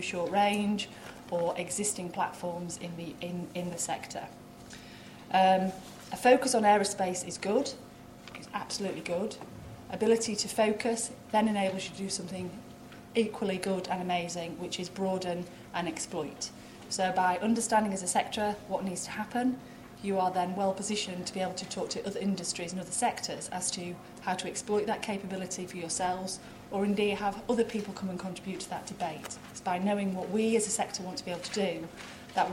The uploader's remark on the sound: At the Aerospace Manufacturing Conference and Technology Roadmapping Workshop held at WMG.